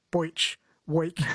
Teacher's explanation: Southerners tend to pronounce the E sound as an oi